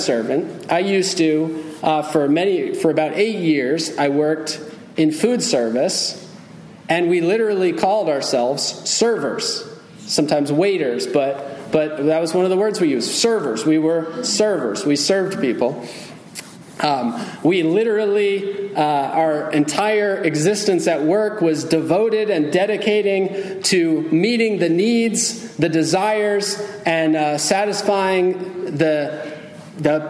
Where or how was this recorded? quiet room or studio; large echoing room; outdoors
large echoing room